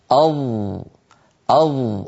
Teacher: تجد بأن الصوت محصور بين قبة الحنك واللسان